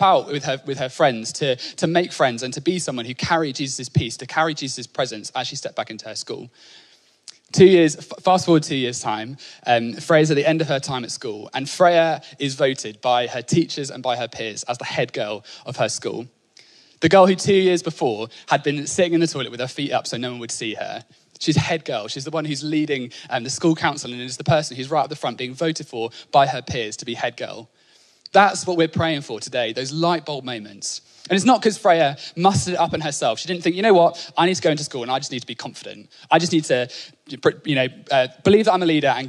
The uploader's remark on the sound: Onelife Conference 2022. Speaking at our 2022 Onelife Conference.